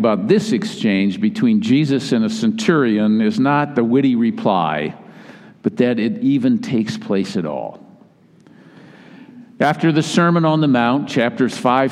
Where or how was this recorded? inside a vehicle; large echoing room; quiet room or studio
large echoing room